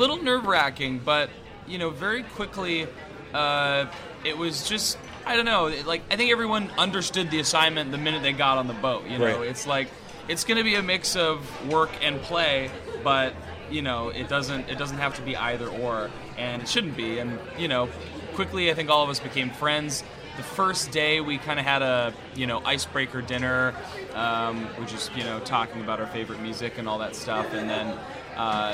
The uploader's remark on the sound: Live from TRB XXII.